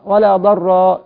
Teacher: يراعي تفخيم الراء ما يقولش درا